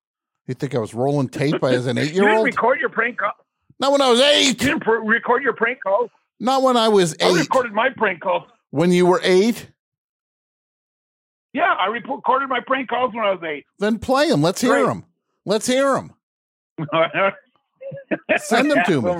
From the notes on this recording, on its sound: We open the phones with your suggestions.